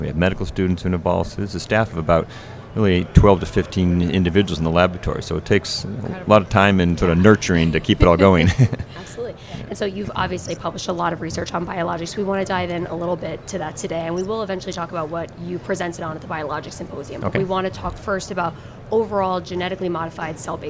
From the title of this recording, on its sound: LIVE from AOSSM